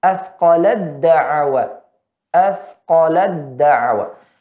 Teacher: hilang sifat hamsun pada ta